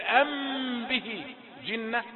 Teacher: عند إخفاء الميم الساكنة المقابلة للباء ضغط وكز على الشفتين · Term: كز الشفتين